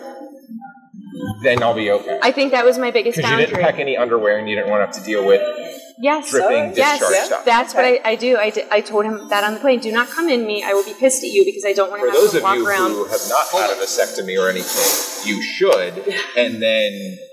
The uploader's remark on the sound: Join us on location at Hedonism II Resort on Negril Beach, chatting with some first timers.